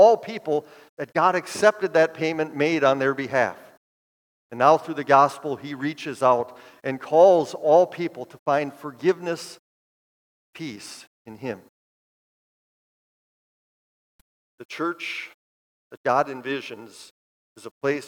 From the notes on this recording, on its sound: preached this sermon at Bethany's Sunday worship on September 10, 2023